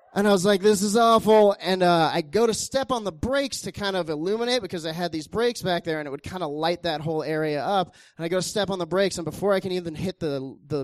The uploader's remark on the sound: These stories were recorded at The Deer Pile on July 18th, 2013